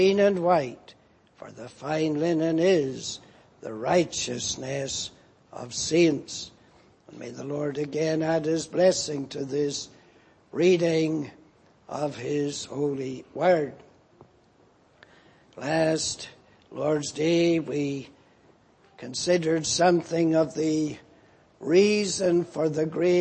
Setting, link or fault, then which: setting, large echoing room